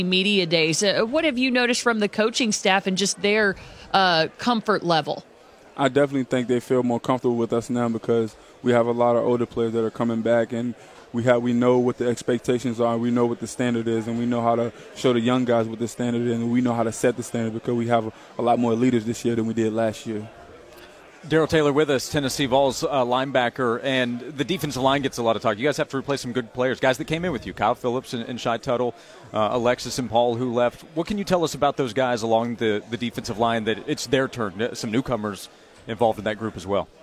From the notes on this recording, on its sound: Joined Sports 180 live from SEC Media Days in Hoover.